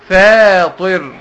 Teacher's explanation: يعني الفاء مرققة والطاء مفخمة